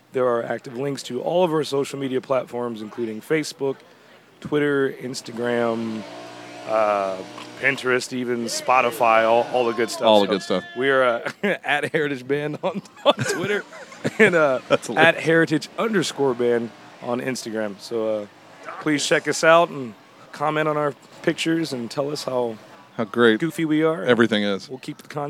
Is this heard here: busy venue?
yes